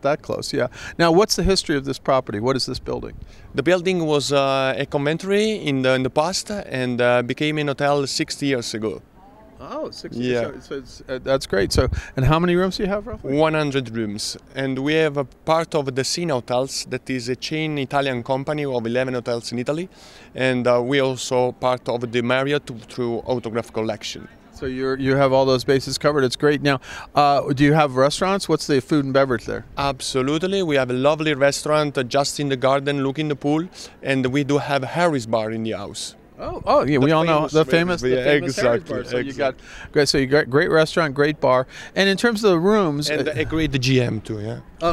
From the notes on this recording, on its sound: at the Signature Conference in Las Vegas earlier this year